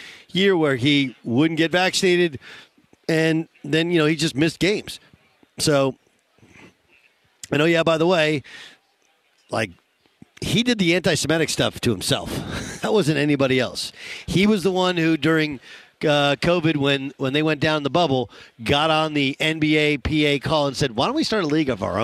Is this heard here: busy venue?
yes